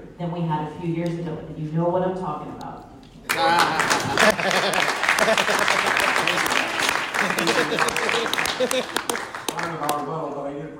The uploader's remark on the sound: This is a recording of the chair debate for the LNC held at the California Libertarian convention in Long Beach